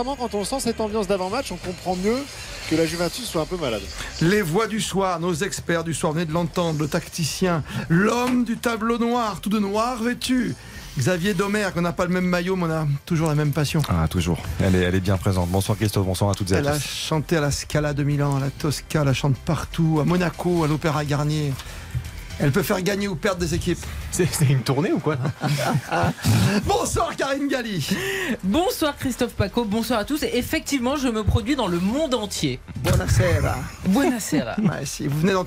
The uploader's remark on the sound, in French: en direct du Juventus Stadium